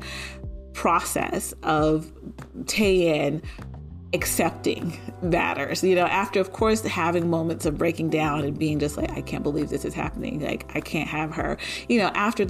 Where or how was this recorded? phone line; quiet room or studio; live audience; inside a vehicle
quiet room or studio